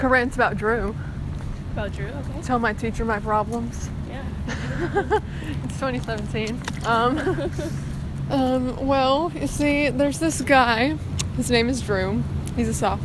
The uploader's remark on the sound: walking around the GCSU campus